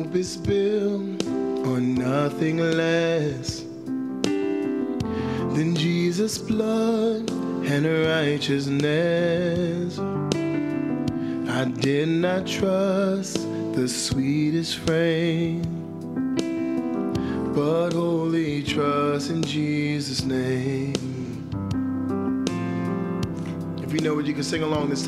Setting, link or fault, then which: setting, large echoing room